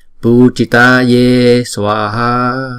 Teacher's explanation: Chữ Pu, chữ Ta và chữ Ye là đều là hai nhịp hết